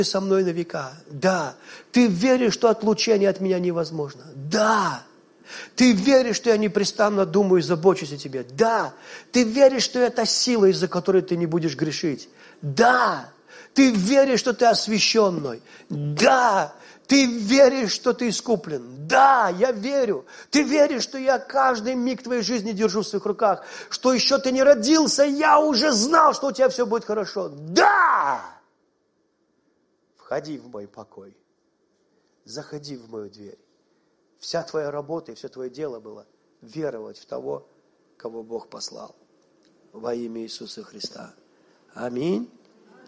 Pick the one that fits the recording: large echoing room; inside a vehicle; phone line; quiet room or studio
large echoing room